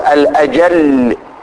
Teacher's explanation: فهذا جعل كلمة الأجلل كلمة غير فصيحة، وسبب في ذلك مخالفتها للقياس، والمفروض أن يأتي بها بالإدغام ويقول الأجل بتشديد اللام